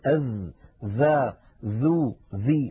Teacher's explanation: أن يضع طرف لسانه على أطراف أسنانه · Term: الذال